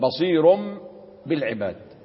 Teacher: ينقلب التنوين إلى ميم، بصير بالعباد. · Term: الإقلاب